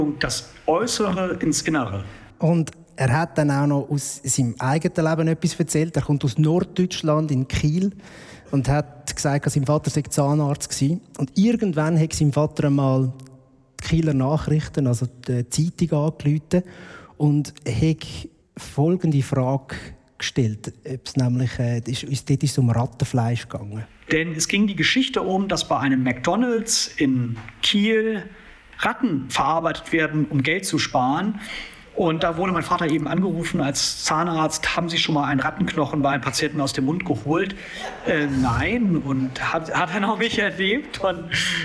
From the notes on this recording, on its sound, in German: Unsere erste LIVE-Episode vor Publikum.